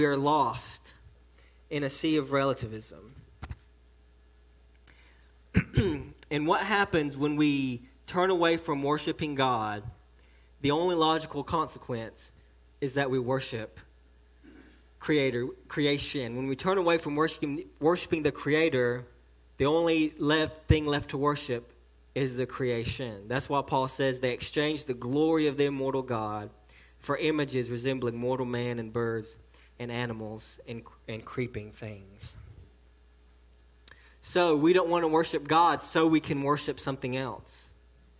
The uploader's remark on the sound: sermon delivered to Cottondale Baptist Church in Eastman, GA on 7/8/18 during the 6pm service